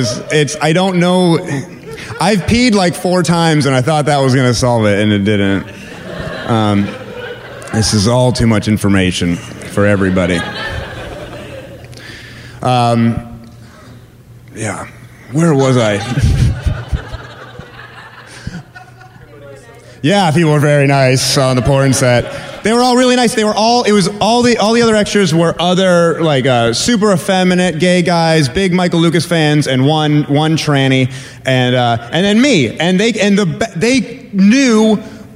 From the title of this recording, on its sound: Live From Portland!